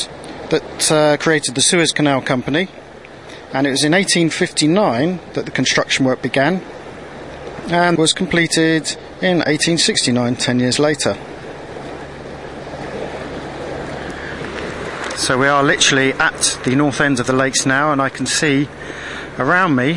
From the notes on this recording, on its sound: This is the second of the podcasts recorded whilst transiting the Suez Canal from north to south. In this episode we witness our normally placid pilot lose it when we run over fishing nets...